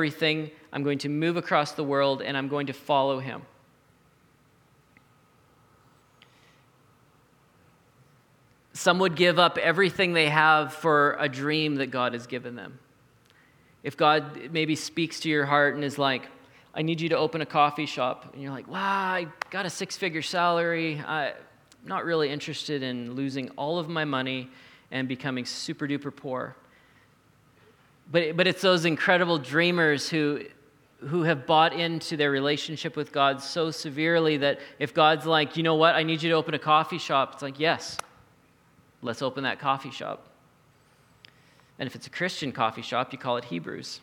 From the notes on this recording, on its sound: recorded at the Saturday Night Church venue of The Neighbourhood Church in Saskatoon Saskatchewan.